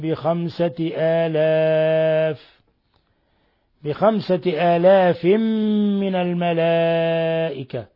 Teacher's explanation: تنوين كسر جاء بعده الميم، إضغام بغنة